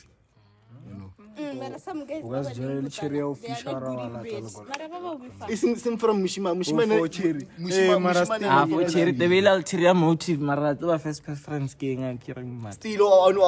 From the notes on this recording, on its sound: Shot this outside so there’s no video rn.